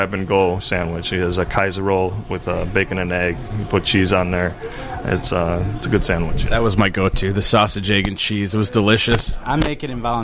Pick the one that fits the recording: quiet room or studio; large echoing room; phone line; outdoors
outdoors